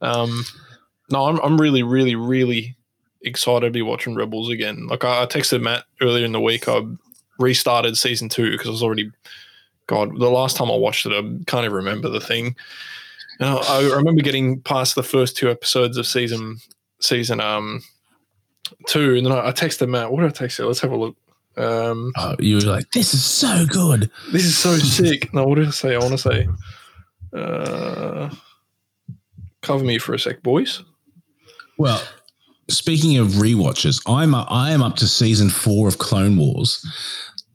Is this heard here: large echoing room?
no